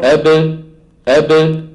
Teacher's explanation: انظر كيف أن الباء تخرج بتباعد الشفتين، يعني الآن الشفتين يلتصقان من غير صوت، يلتصقان من غير صوت، ثم تبتعدان عن بعض عن بعضهما، بابتعادهما تخرج الباء الايه؟ · Term: باء مقلقلة